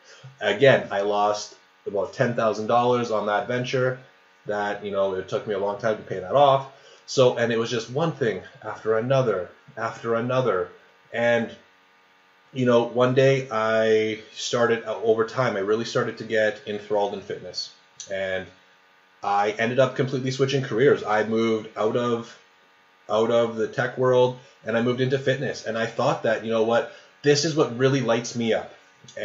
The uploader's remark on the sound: Sorry for the awful sound in this episode!